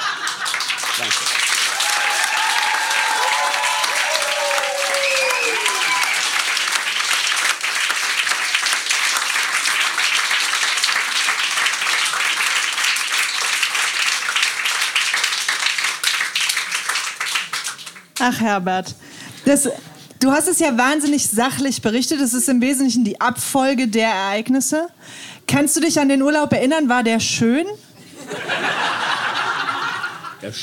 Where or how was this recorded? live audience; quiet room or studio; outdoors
live audience